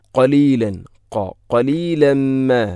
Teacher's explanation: ഖാഫിൻ്റെ ഉച്ചാരണം, തൊണ്ടയുടെ ഏറ്റവും മുകൾ ഭാഗം കഴിഞ്ഞ് ചെറുനാക്കിനോട് ചേർന്ന്